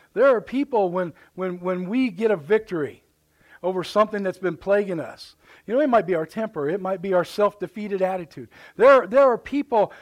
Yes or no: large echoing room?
yes